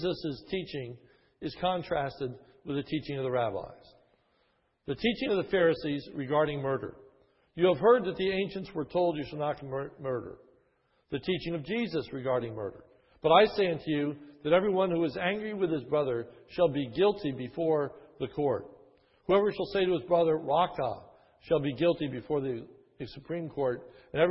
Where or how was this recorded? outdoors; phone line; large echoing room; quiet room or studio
large echoing room